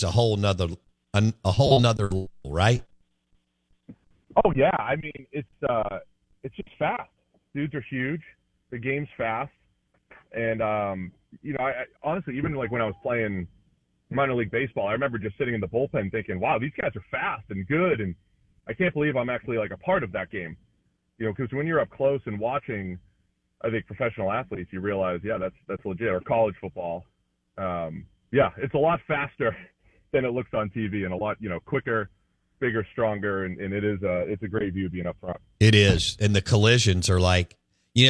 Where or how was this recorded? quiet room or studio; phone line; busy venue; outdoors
phone line